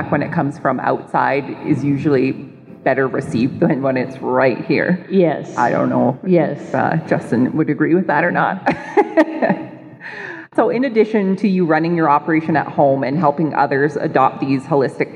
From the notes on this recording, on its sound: LIVE Broadcast: Organic Alberta 2020 Conference. You'll be hearing a LIVE Broadcast from my recent presentation at the Organic Alberta 2020 Conference.